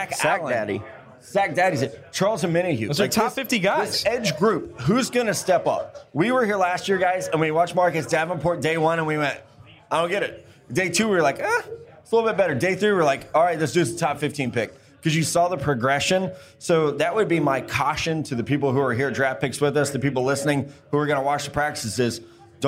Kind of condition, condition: setting, busy venue